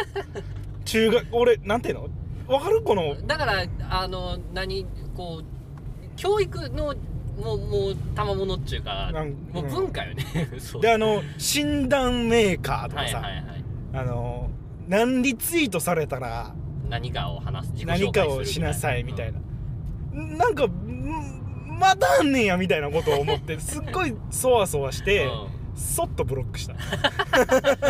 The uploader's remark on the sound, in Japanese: 撮って出しのおまけ配信。ぐちゃラジの車窓から。